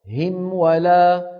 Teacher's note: الميم مستقلة تمام الاستقلال عن الواو · Term: إظهار